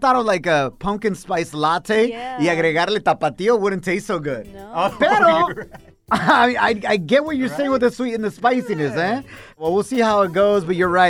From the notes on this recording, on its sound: We opened up the phone lines and asked the listeners